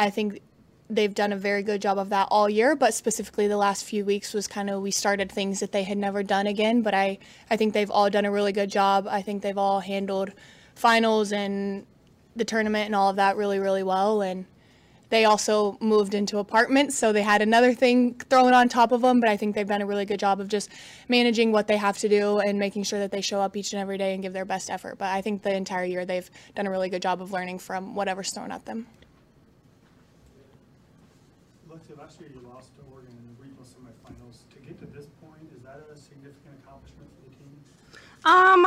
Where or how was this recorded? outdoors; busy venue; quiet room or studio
busy venue